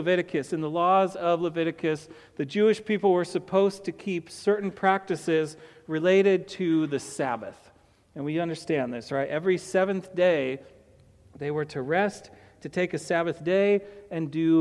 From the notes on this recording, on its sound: to the congregation of Peace Bible Church